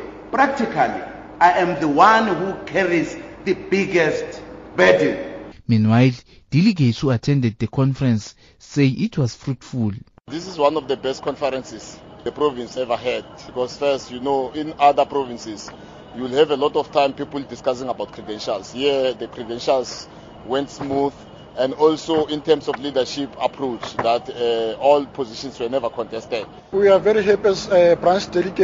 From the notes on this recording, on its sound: the last day of the Mpumalanga 12th ANC Elective Conference at Mbombela stadium